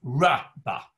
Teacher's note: There's an esnachto on the resh. So it's pronounced rabba with the accent on the first syllable.